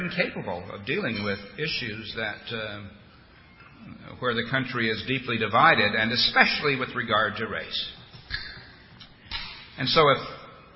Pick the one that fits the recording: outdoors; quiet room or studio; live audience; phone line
live audience